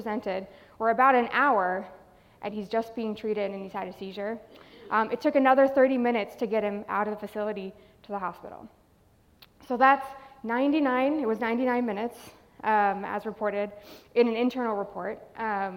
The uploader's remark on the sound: Live at Trinity University&#8217;s 2019 conference. Live at Trinity University’s 2019 conference.